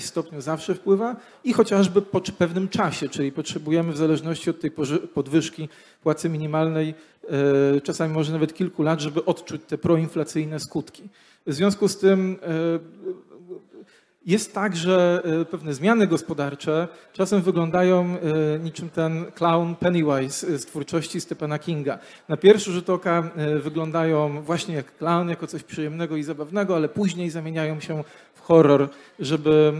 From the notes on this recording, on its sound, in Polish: Panel Instytutu Misesa. Odcinek jest nagraniem wystąpienia podczas Weekendu Kapitalizmu 2021.